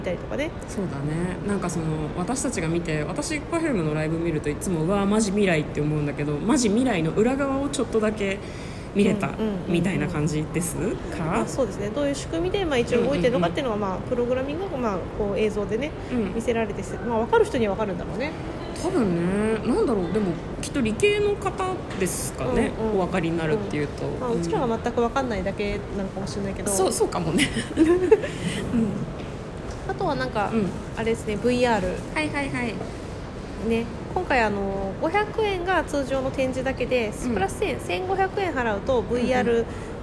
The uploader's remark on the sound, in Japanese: 渋谷駅マークシティ館内で収録しておりますので、。環境音などざわざわな臨場感もご一緒に。